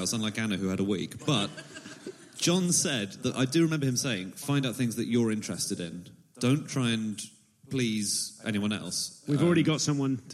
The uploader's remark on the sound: live onstage at the London Podcast Festival